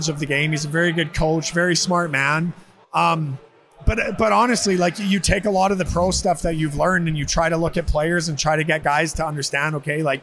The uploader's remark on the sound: Live from the GLI. We returned to Van Andel Arena to watch Michigan Tech host the annual GLI tournament.